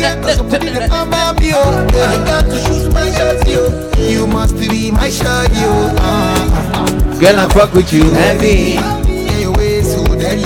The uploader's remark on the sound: Live at Spectrum lounge.